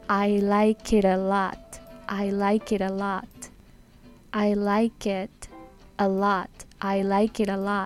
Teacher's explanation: T だからといって必ずしも T の音になるわけではなくて濁ったりもするんですねつまり D の音になったりもするんですでこの場合の I like it a lot っていうのはちょっと濁った状態 T と A がくっついてちょっと濁ったダダダっていう音になってで、I like it a lot.